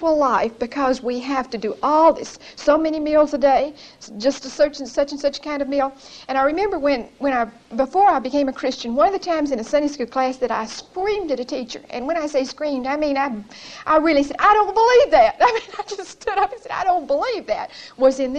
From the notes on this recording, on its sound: Recorded 9/9/1975 at Whitesburg Baptist Church.